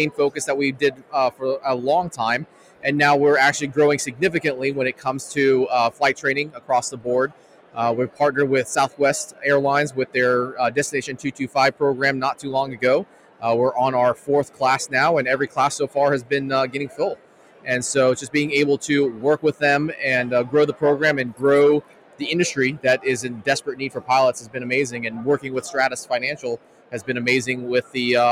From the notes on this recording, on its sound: An exciting episode recorded live at the Latino Pilots Association Industry Expo 2023.